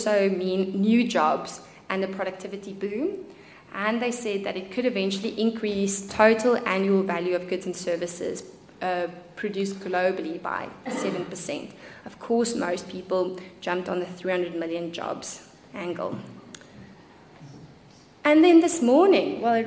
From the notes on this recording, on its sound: Here is the recording of the recent UC Business School MBA Thought Leadership panel event on 30th March. Here is the recording of the recent UC Business School MBA Thought Leadership panel event. We had a 90-minute(!) thought-provoking discussion.